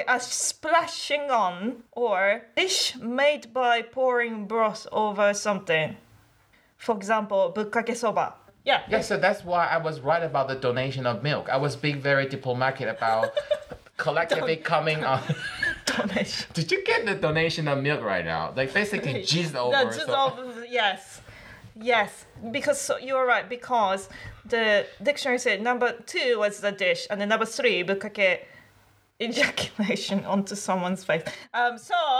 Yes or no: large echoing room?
no